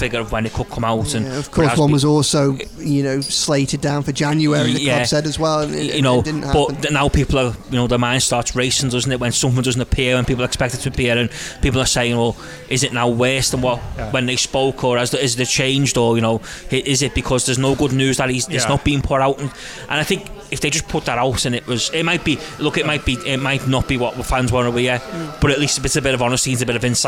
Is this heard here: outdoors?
yes